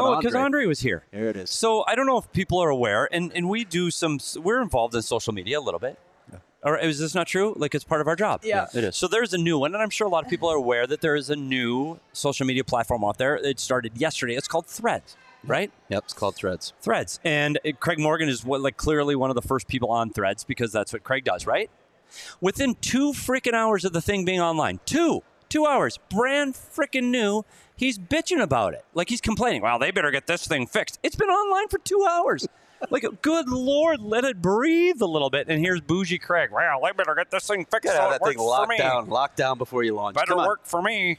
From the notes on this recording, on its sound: Live at the Ice Den Scottsdale.